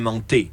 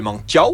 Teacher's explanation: Alors, à ce moment-là, la différence se fait par le timbre de la voyelle finale